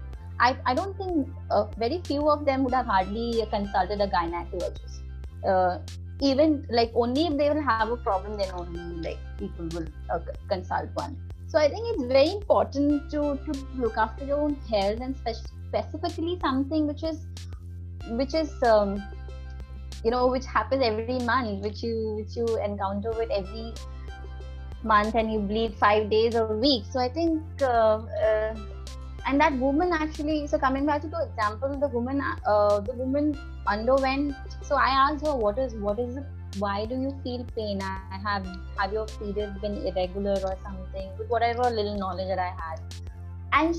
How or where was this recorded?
video call